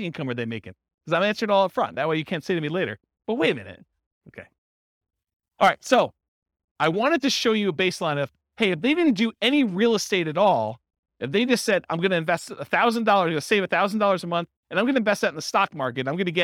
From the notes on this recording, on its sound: This was a live class recorded